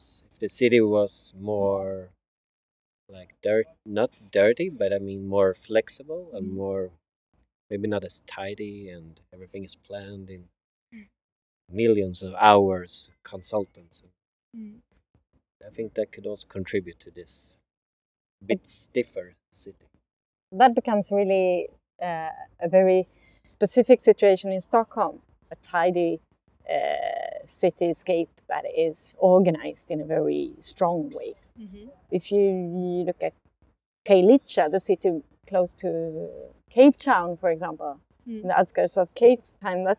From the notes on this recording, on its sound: They were both working on the Yoga Paviljong project in Vasaparken, where we have done the recording this episode.